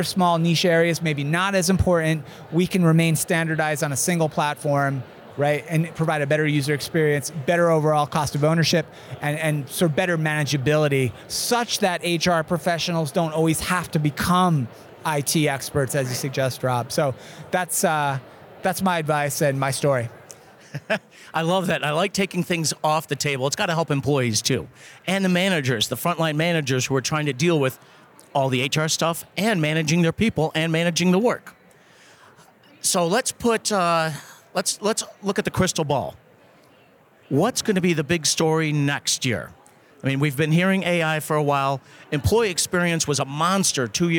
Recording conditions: busy venue